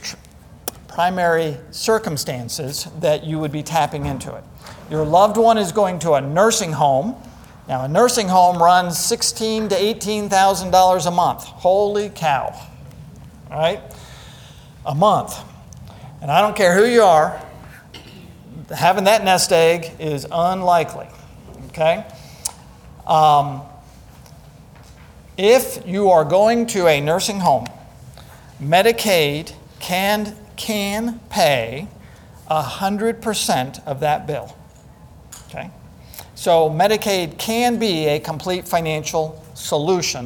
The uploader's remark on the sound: Today's podcast is a session recorded from our Alzheimer's and Dementia seminar held here at McGregor Baptist Church on February 19th, 2022.